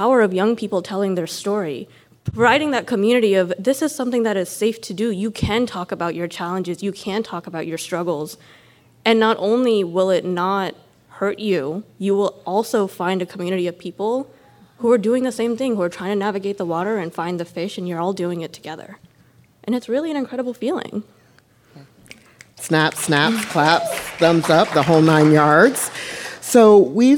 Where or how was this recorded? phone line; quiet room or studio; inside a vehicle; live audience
live audience